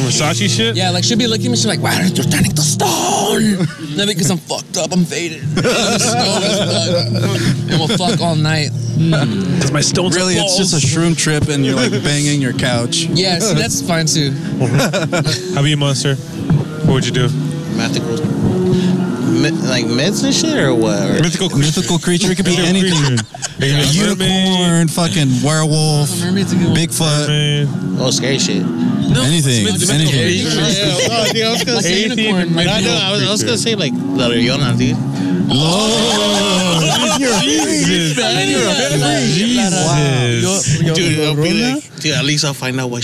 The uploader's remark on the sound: at their live event at the Lexington on 9/18/17